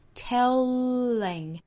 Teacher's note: 美音之中呢会在这两个音节之中有一个小小舌侧音的连接